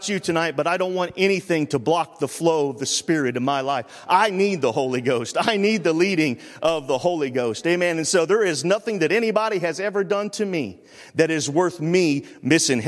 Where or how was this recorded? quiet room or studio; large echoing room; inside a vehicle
large echoing room